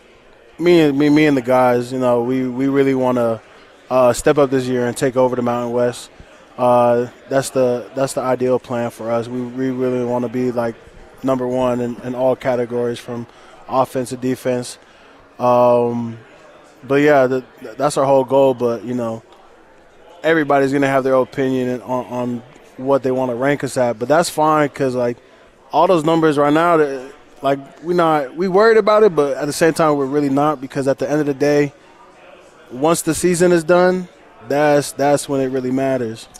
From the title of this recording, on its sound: LIVE AT CIRCA FOR MW MEDIA DAY